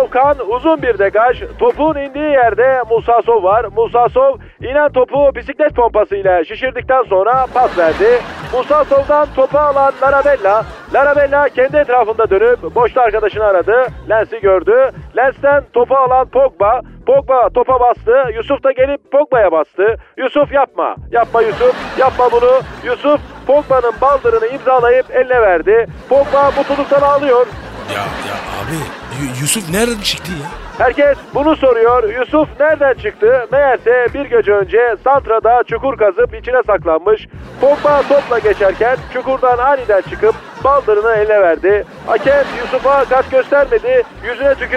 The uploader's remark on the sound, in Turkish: telefon görüşmesi